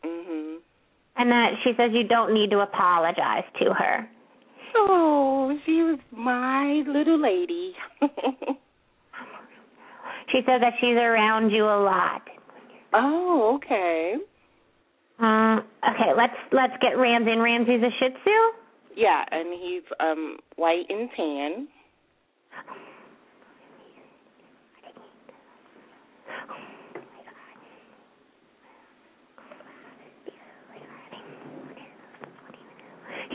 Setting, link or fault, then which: link, phone line